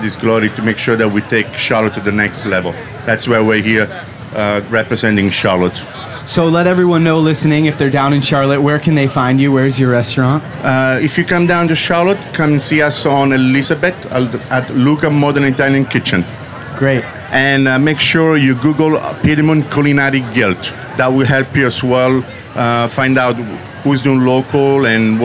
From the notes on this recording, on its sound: Our final interview at the Springer Mountain Farms campfire at Charleston Wine + Food 2018